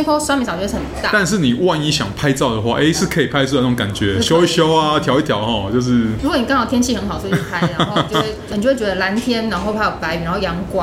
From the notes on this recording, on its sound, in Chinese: 本集白噪音指數：蚊風級 1/5。錄音地點： 齊客咖啡。